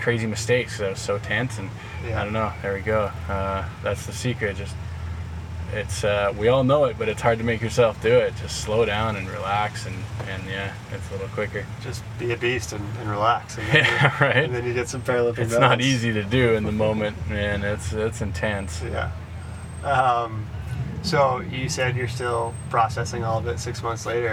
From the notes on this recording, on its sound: This episode was recorded in person just behind the event venue at the Oceanside Pier and includes the full sounds of a SoCal Beach town - Harleys, electric bikes, lifeguard trucks, boom boxes, skateboards, event announcers, and of course, the surf.